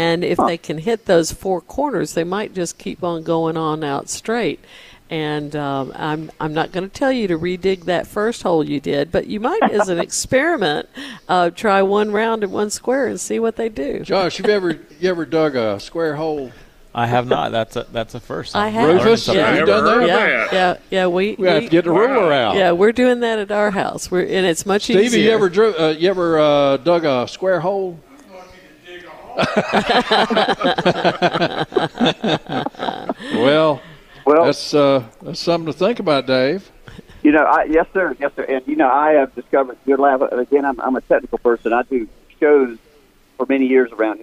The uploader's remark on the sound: broadcasting live from Logan's Trading Company